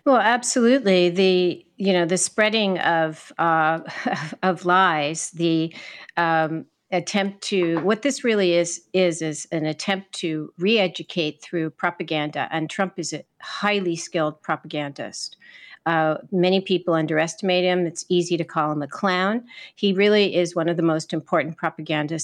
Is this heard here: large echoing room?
no